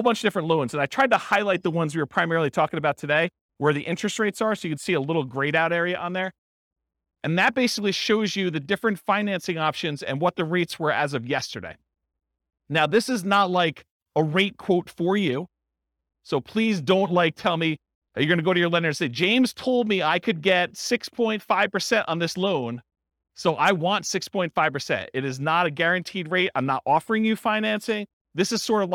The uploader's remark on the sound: This was a live class recorded